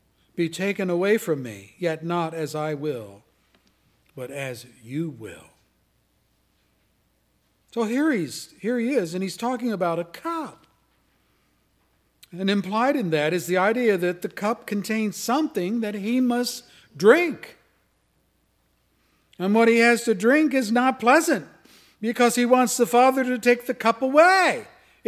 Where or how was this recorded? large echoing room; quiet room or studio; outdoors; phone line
large echoing room